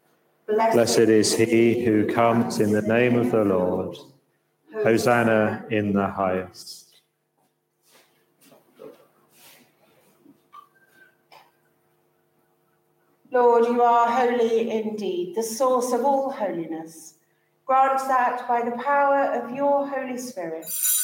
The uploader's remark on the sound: A Service for the Seventh Sunday After Trinity comes from St Peter's East Blatchington in the Diocese of Chichester.